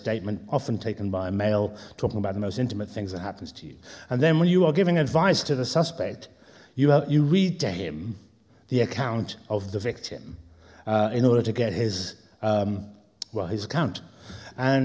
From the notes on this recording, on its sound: recorded in the Howard Assembly Room in February 2022